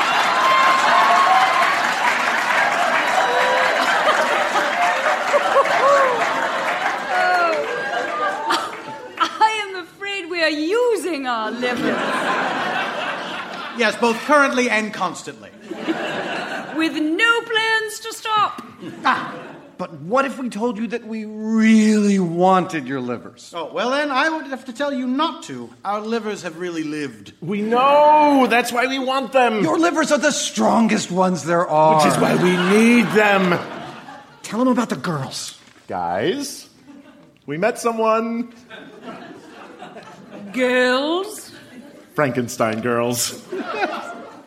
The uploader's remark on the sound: Recorded Live 11/10/2014 at Largo, Los Angeles.